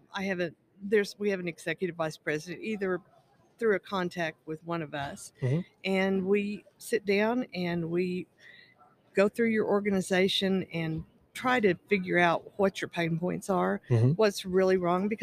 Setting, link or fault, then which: setting, busy venue